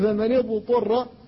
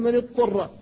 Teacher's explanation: كذلك من الأمور التي لا بد منها أن تظهر الضاد قبل الطاء إذا سكنت، فإن كثيرا من الناس يدغمها فيها · Shown in: first take · فلا بد من الفك حتى تظهر.